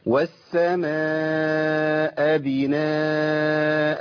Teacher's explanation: سكنت الهمزة وفصلت. فصلت من الكلمه، خليت الهمزه بدل ما هي في السماء بقت ابناء.